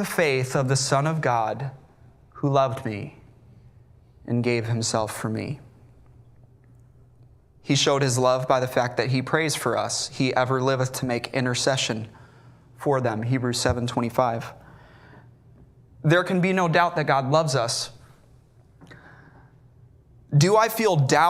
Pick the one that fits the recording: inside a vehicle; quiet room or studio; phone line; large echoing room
large echoing room